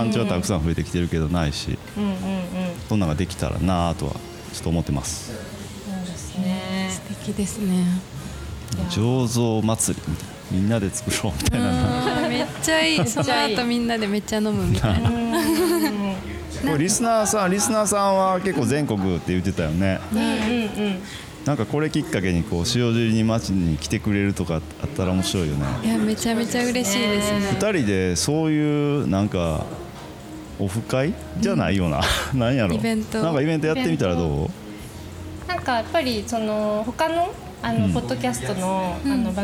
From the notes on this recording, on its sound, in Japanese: 塩尻ワイン専門カフェ＆バー「アイマニSHIOJIRI」さんにインタビュー！営業中のお店の窓際席をお借りしての収録。昼間からワインを楽しむお客さんで賑わうお店の雰囲気と共に。